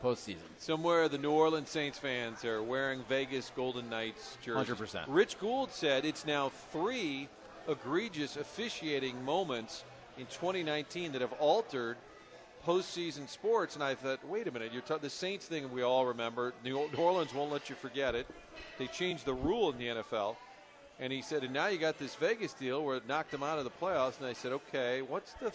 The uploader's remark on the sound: broadcasting live from the Social Bar and Grill